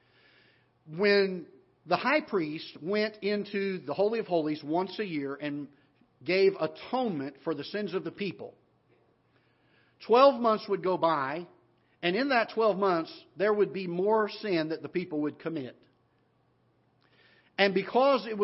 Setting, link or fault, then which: setting, large echoing room